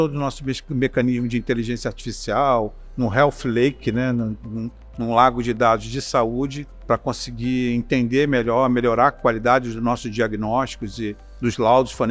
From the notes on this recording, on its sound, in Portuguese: Em conversa especial gravada durante o IT Forum Salvador. Especial IT Forum Salvador. Em conversa especial gravada durante o IT Forum Salvador.